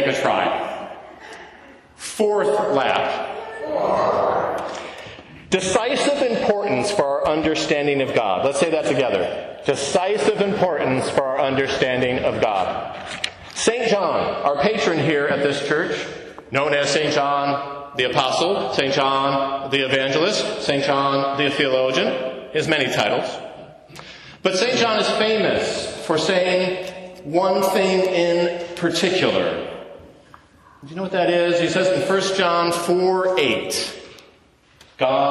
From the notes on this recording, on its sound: To a live congregation of St. John’s Episcopal Church, Dubuque, Iowa.